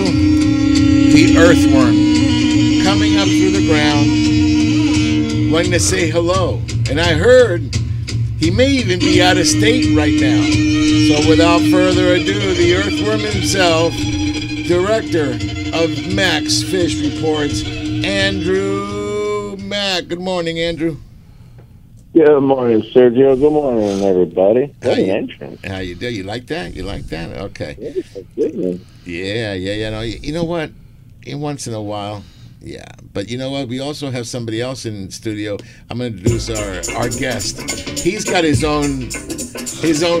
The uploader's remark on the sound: "LIVE" from Angel Stadium in Anaheim, CA